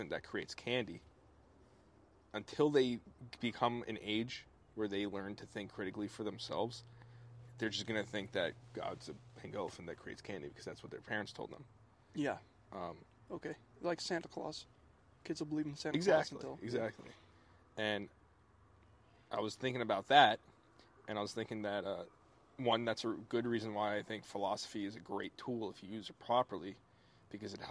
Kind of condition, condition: setting, outdoors